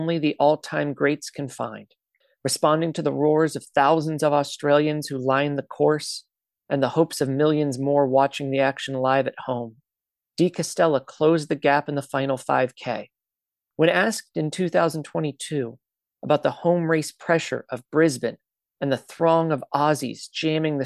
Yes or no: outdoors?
no